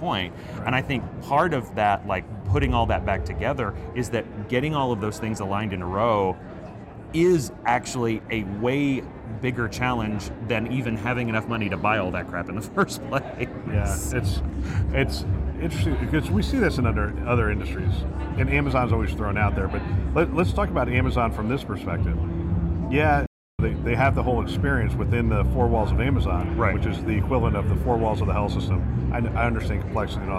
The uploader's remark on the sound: It’s an Interview in Action live from HLTH.